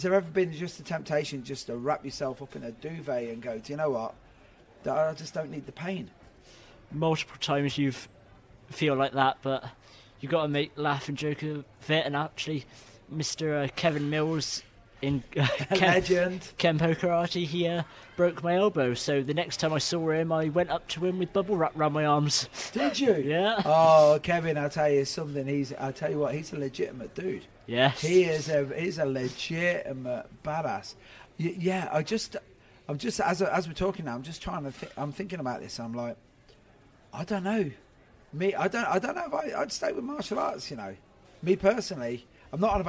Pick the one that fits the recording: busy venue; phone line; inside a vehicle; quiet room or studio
busy venue